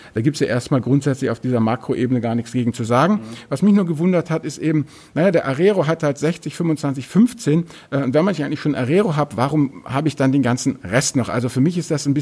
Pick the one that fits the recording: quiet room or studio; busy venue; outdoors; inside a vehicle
busy venue